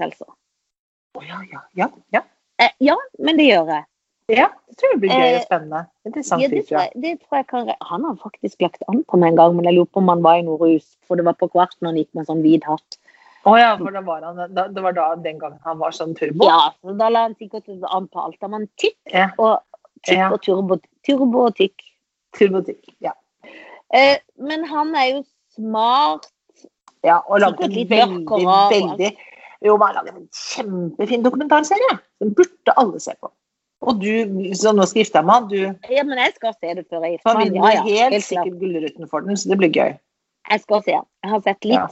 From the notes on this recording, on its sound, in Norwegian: Tilbake på Skype.